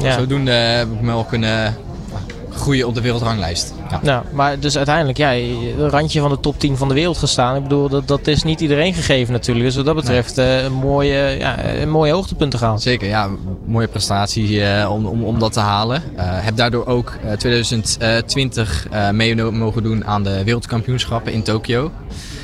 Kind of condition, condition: setting, busy venue